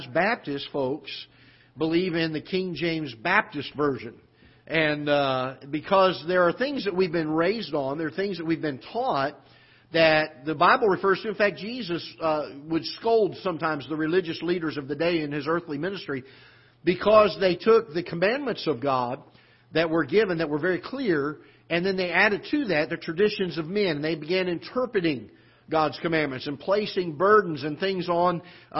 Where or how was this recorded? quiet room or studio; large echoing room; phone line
large echoing room